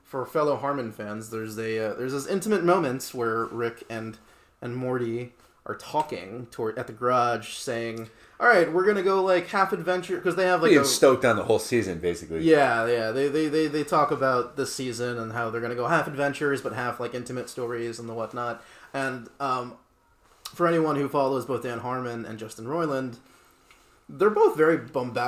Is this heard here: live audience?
no